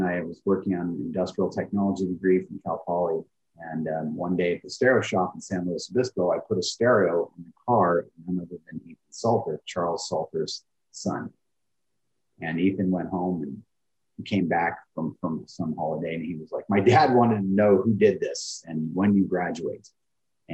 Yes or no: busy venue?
no